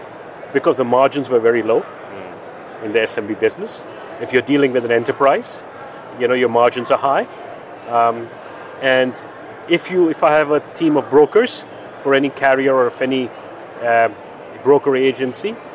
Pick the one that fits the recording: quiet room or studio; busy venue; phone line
busy venue